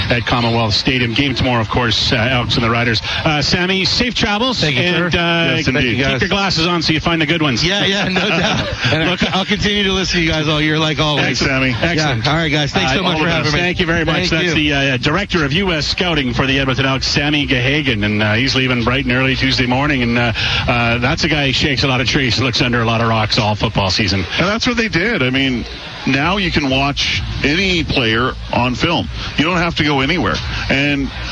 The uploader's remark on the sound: LIVE from Commonwealth Stadium for Fan Day